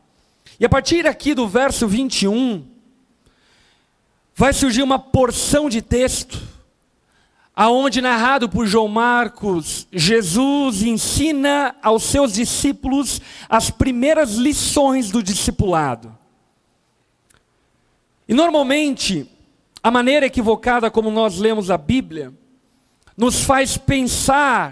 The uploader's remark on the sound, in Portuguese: Gravado na Conferência Rampa 2021 Veritas.